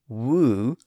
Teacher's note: the lips are a little bit tighter or more constricted when making the initial W sound, but that's the only real difference.